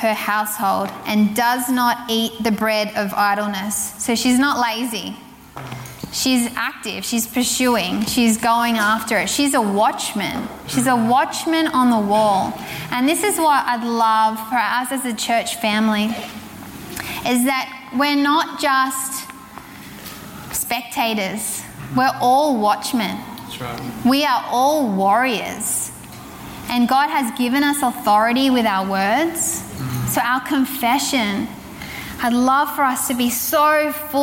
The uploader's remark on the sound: Recorded from Zion Church’s Sunday Service on the Gold Coast, 4pm at Burleigh Waters Community Centre on the 8th of May 2022.